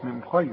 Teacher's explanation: نون ساكنة وبعدها الخاء، والخاء دي لا تغن